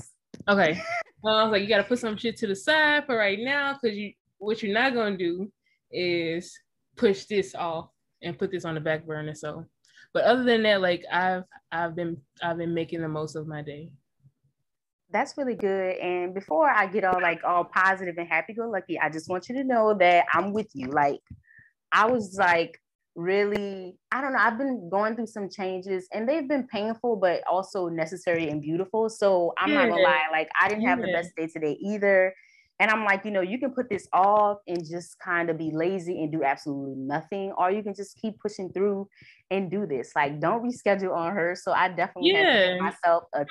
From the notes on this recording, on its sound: I apologize for any confusion audio glitches in advance as I was learning to record from different locations.